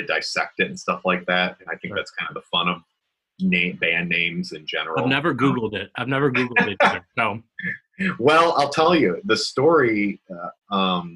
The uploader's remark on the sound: Had a little Zoom chat. This call took place in early 2020, at the beginning of the coronavirus pandemic, when the stage of Ohio was on lockdown.